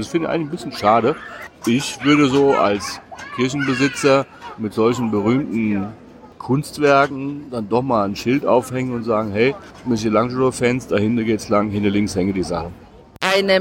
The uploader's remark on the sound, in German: Wir sind wieder live mit dir unterwegs in der Hauptstadt der Region Emilia-Romagna und quatschen unsere Tipps für dich direkt vor Ort ins Mikro!